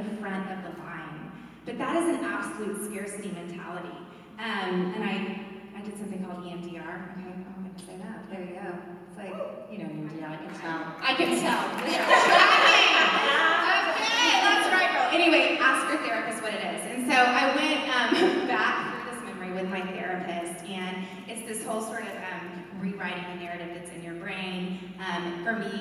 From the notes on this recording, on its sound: This special BONUS episode of Dais took place on the RISE conference stage in Austin.